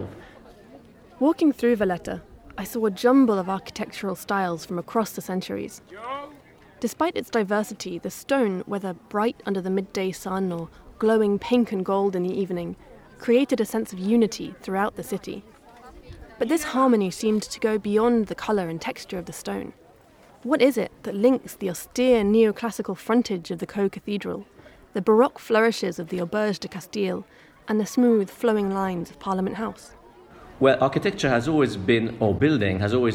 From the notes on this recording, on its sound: Malta: land of sea and stone. Some on-location audio.